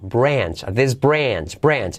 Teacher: Mirad, mirad cómo la R genera una U. Branch, this branch, branch.